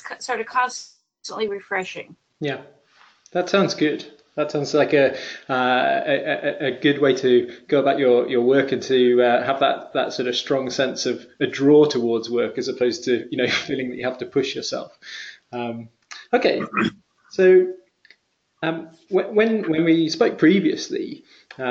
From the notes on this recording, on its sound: Apologies in advance that the audio quality isn't up to our usual high standard - due to some technical difficulties, we had to resort to Plan B, which means the recording isn't quite as crisp as it otherwise might have been!